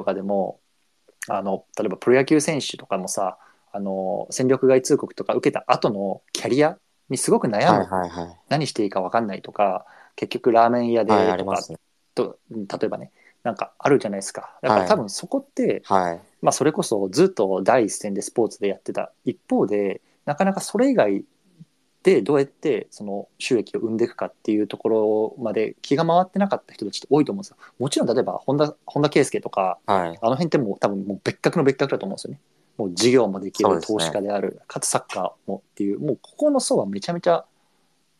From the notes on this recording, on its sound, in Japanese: スペース対談。スペースの録音です。